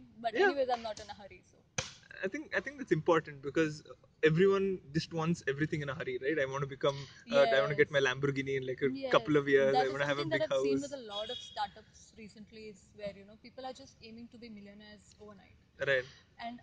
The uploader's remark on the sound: Since this is one of our earlier episodes, please watch out for lower sound quality.